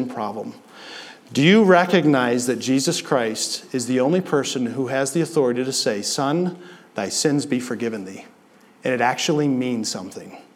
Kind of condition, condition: setting, large echoing room